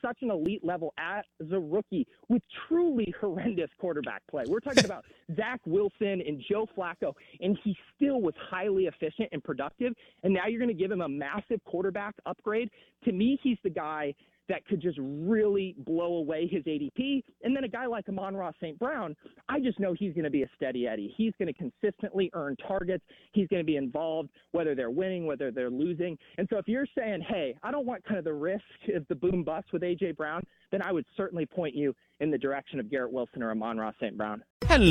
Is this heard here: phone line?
yes